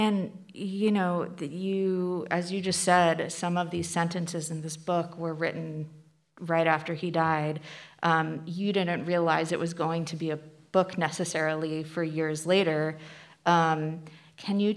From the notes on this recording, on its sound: we bring you an event from the 2022 Portland Book Festival